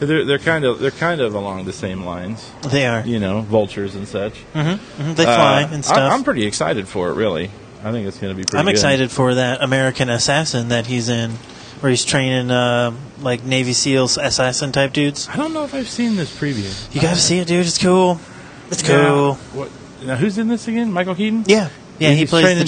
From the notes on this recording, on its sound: This week we are live at the AMC for The Guardians of the Galaxy.